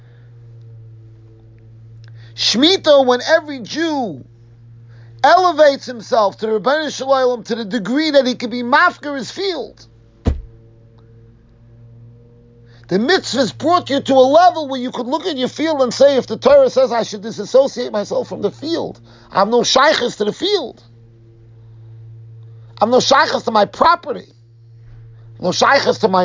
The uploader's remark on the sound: Shiur recorded in Yeshivas Ohr Reuven, Monsey NY